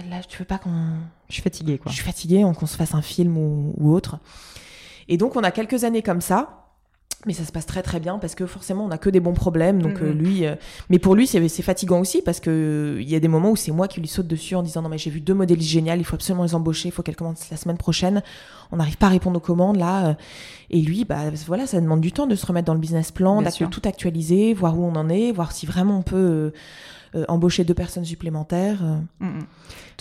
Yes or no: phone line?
no